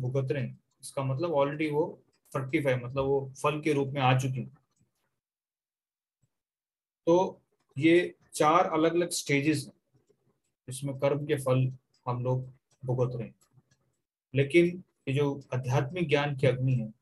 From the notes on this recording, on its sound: Zoom recorded class